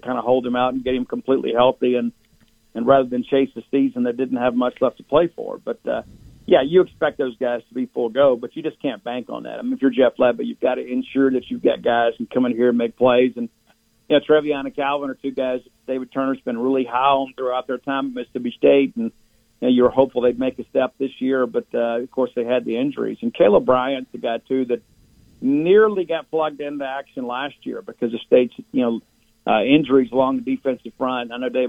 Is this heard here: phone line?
yes